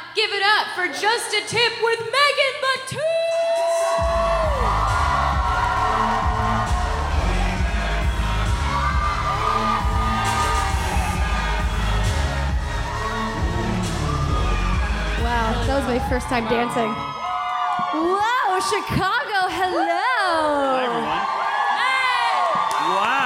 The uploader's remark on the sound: live in Chicago!